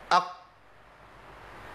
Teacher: هتلاقي اقصى لسان هو اللي ملتصق بسفل الحنك · Term: مخرج القاف